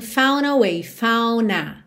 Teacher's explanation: Ela não pronunciou realmente o D. Então tem found a way.